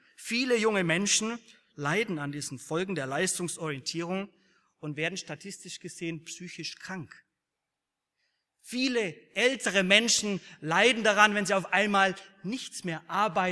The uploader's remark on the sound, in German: aus dem Gottesdienst der Liebenzeller Mission